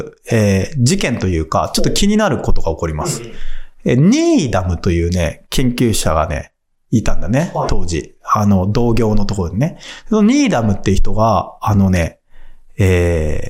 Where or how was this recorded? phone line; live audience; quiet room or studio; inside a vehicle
quiet room or studio